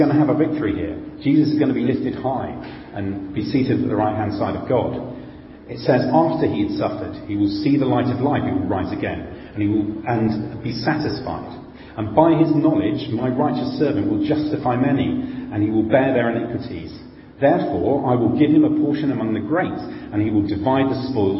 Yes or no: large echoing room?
yes